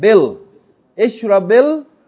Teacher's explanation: So we're not going to pronounce the Hamzat al-Wasl. We're not going to pronounce the elongation of the ya. But we're going to go straight from the ba with kasra to the lam.